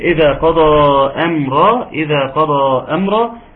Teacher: فيها مد منفصل، مد منفصل يمد مقدار اربع حركات او خمس حركات